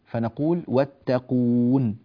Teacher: فالواجب هنا العناية بهذا وعدم المط في هذه النون حتى لا تصير واتقوني